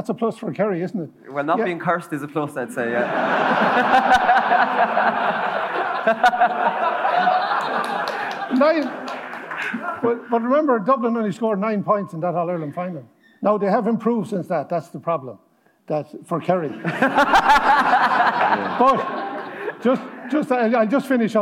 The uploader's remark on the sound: live from Liberty Hall